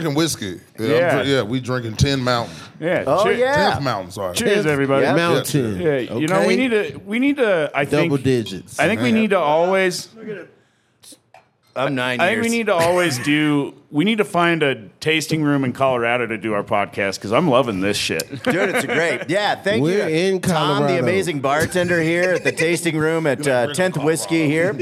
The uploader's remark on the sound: live from the Vail Comedy Festival